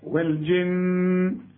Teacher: حتى لو وقفت على كلمة الجن النون لازم تغن